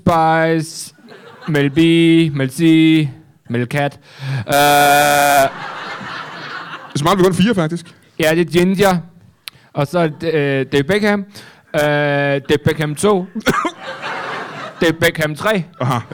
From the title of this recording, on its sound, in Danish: LIVE fra Hvedstrup